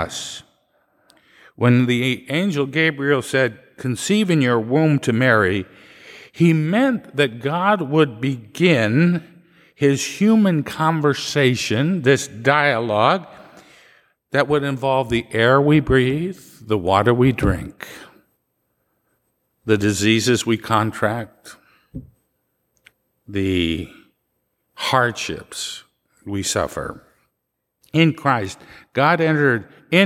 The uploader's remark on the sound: Live recording from 8 am Mass